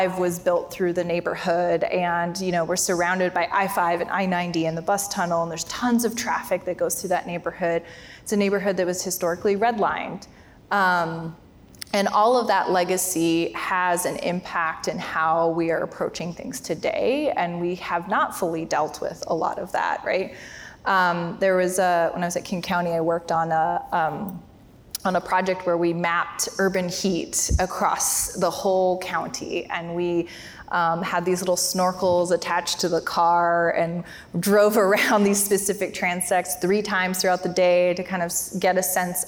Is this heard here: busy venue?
yes